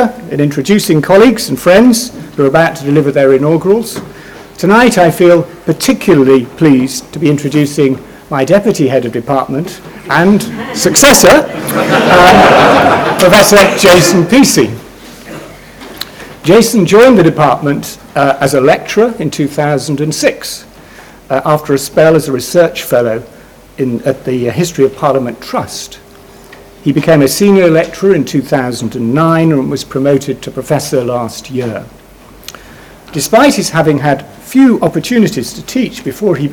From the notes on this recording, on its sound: Inaugural Lecture